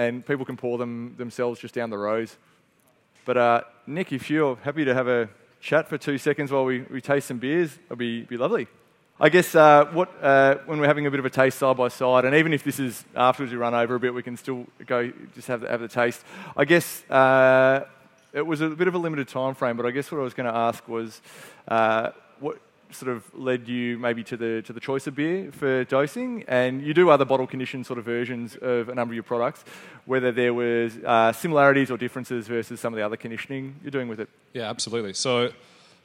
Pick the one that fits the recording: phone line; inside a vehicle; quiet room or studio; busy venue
busy venue